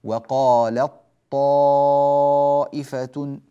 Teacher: يعني الحرف الأول قد ذهب تماما ودخل في الحرف الثاني وصار الثاني مشددا، اركم معنا، وقالت طا صارت وقالت طا لطا، فنلغي الحرف الأول تماما ونشدد الثاني وندخل الأول في الثاني، وقالت طائفة بطاء تماما، لا يوجد تاء أبدا